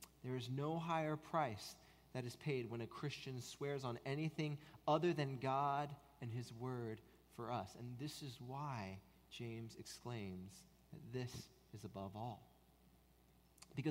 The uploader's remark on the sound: At Redeemer Presbyterian Church in Charleston, SC